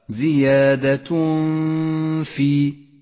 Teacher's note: نخفي التنوين بالفاء مع بقاء غنة للتنوين زمنها 2 حركات، ولذلك لون التنوين باللون الأخضر إشارة إلى الإخفاء وموقع الغنة، أي هكذا زيادة في. · Term: حكم الإخفاء